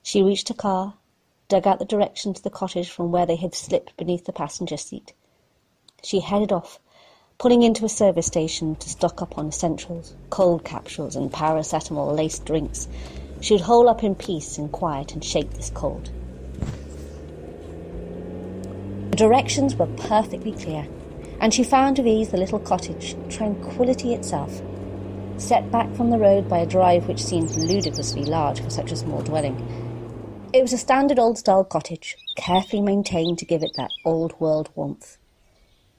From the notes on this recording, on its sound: Through mobile phones. Don't worry, we will invest in mics someday!